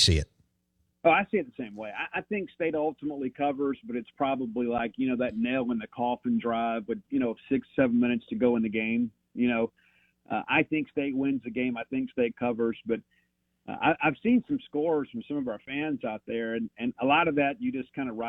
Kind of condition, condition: link, phone line